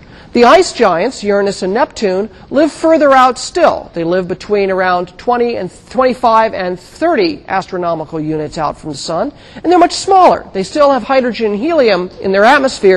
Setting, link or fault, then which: setting, large echoing room